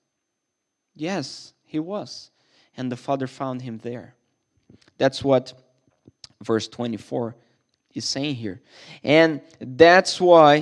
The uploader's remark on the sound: This sermon was recorded at Middle East University Church.